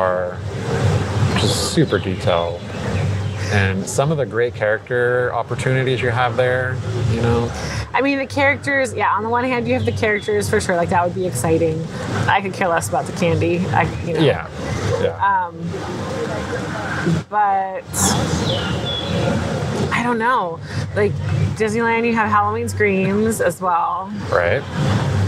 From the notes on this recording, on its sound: Live from Disneyland - October 2023. A thrilling live recording. From the heart of Disneyland! At the Disneyland Resort, from the Haunted Mansion Holiday to the iconic Mickey Pumpkin on Main Street.